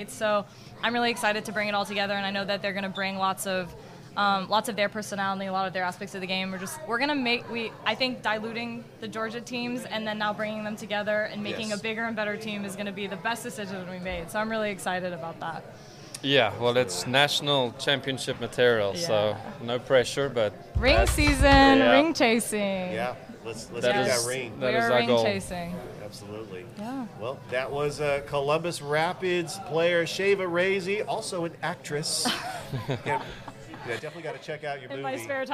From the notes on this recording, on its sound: Live from Ivy Park Sports Bar and Grill.